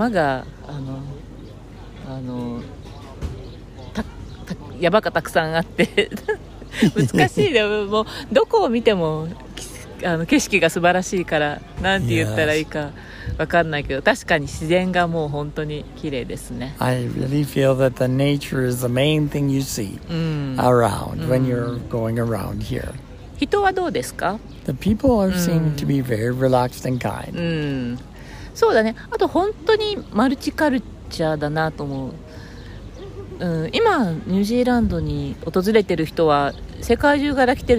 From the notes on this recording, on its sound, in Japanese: 今回はニュージーランドのクイーンズタウンから収録しています。最初の小話は外で録音しました。周りの音など、少し雰囲気が感じられると嬉しいです。